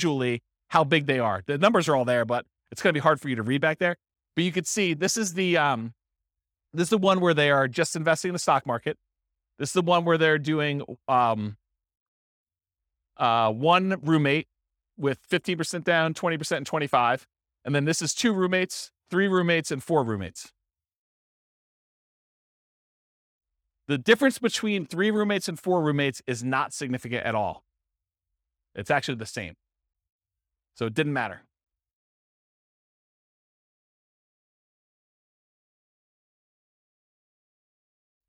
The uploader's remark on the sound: This was a live class recorded